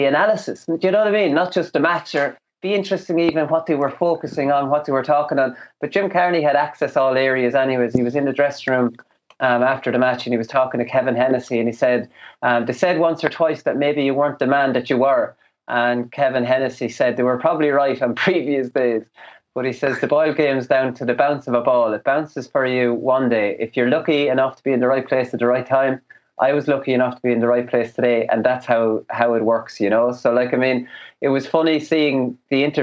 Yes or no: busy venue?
no